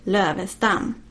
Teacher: emphasize both the first and the last of the syllables of Lövestam